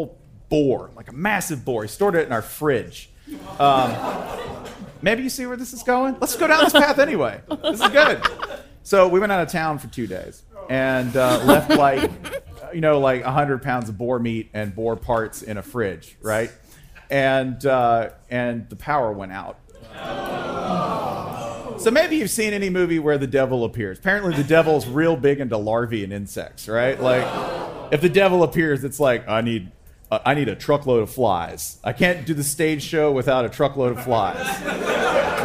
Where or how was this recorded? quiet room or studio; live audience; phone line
live audience